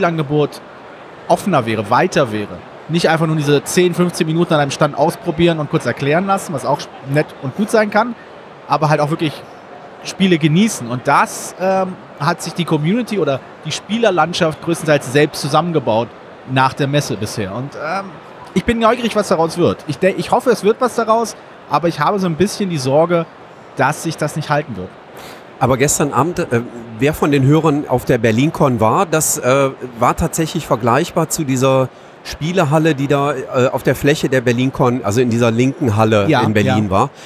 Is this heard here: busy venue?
yes